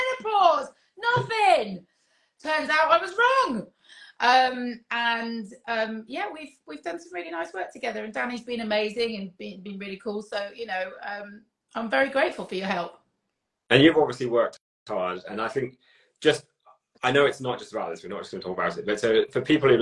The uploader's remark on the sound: joined me for an Instagram Live